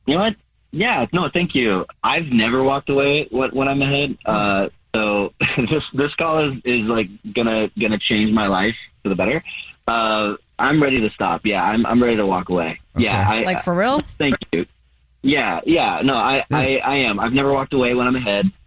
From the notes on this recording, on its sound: is on the phone today